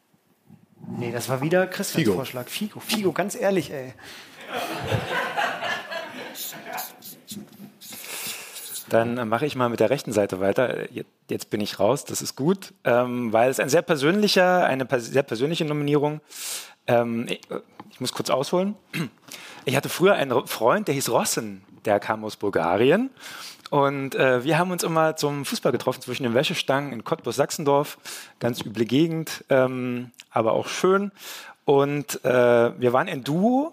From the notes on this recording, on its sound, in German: ZEIT ONLINE Podcastfestival. Wurde eine Folge vor Publikum aufgenommen und zum ersten Mal waren alle drei Hosts gleichzeitig auf der Bühne. Das Publikum wiederum glänzte unter anderem mit Ausführungen zum Ursprung der Schrankigkeit.